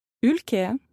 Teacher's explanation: Для тех, кто знает английский язык, будет проще провести параллель со словом T-shirt, что-то вроде мягкой О. Буква Ü похожа по звучанию на русскую Ю, но также не йотируется при этом. Сохраняется некая мягкость звука.